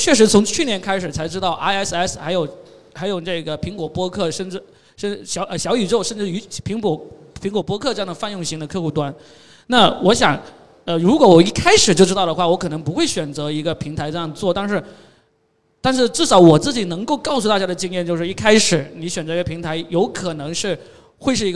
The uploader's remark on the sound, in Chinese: 深圳x播客线下圆桌论坛